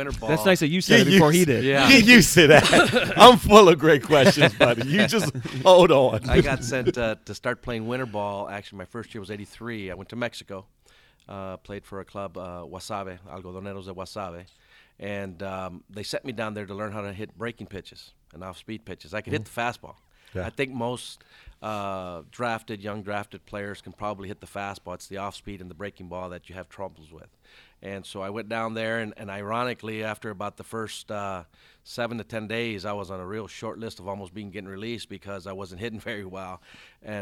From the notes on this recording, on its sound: joins us at SoxFest